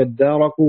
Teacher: التاء منها أدغمت في الدال فصارت دالا مشددة، وجعلت فيها ألف إذا وصلت بكلام قبلها ليسلم الإدغام، وإذا